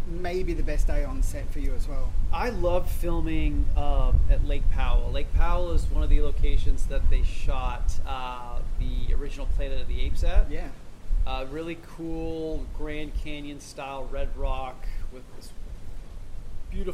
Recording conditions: wind noise